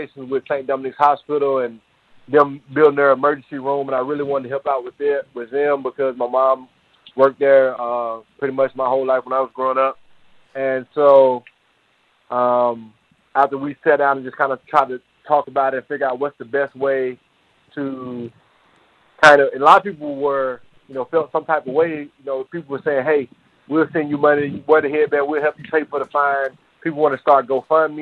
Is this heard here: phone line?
yes